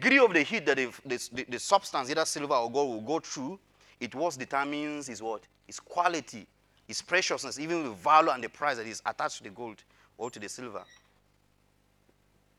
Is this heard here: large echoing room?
yes